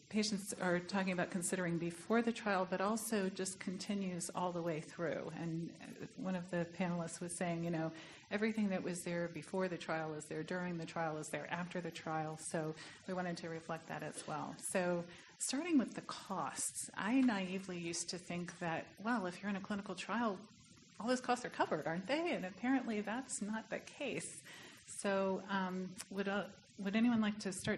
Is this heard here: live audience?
yes